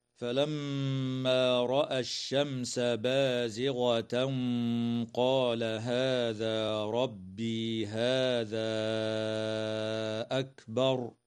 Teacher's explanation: الميم المشددة في كلمة فلما حكمها الغنة، والميم الساكنة في كلمة الشمس حكمها الإظهار الشفوي لوقوع السين بعدها، والتنوين في قوله تعالى بازغة قال حكمه الإخفاء مع الغنة مفخمة، والألف قبل الهمزة من قوله تعالى هذا أكبر تمد بمقدار 4 أو 5 حركات من قبيل المد المنفصل